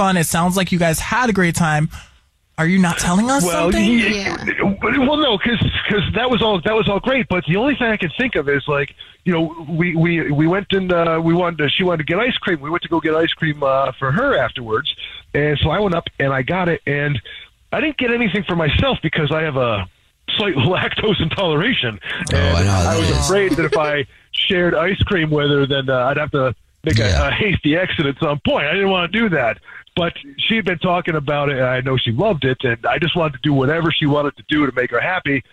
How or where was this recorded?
phone line